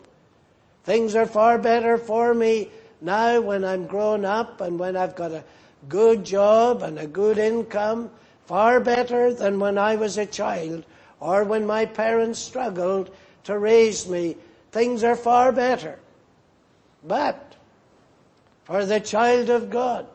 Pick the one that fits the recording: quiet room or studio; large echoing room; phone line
large echoing room